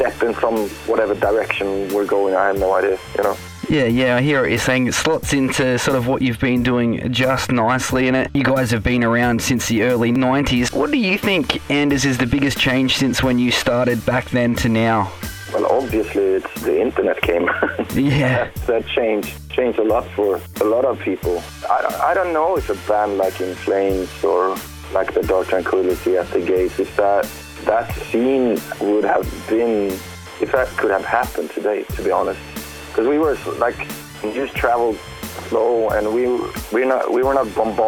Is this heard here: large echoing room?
no